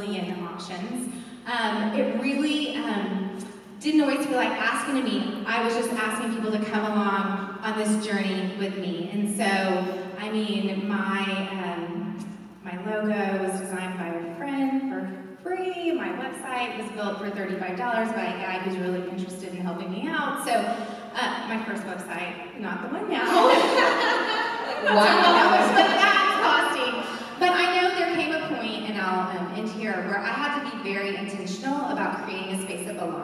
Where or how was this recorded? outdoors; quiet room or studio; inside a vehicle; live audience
live audience